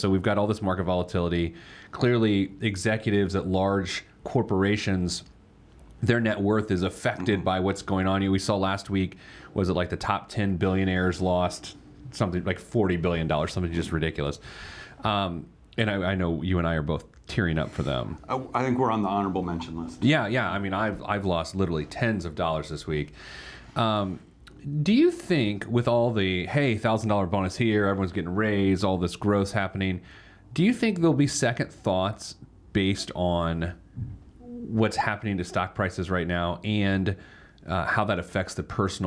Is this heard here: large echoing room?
no